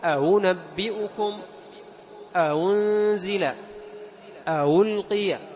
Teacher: والمضمومة مثل أأنزل، أألقي، أأنبئكم، يسهلونها بينها وبين الواو · Term: التسهيل